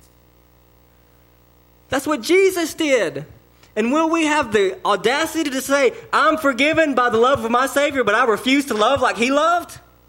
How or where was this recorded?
large echoing room